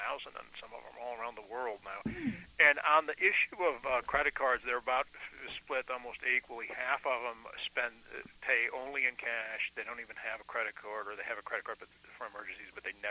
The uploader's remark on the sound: called in and talked with us